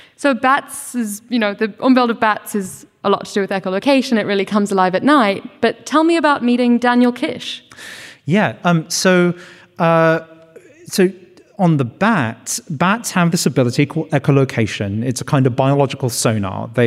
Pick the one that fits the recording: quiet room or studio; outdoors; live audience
live audience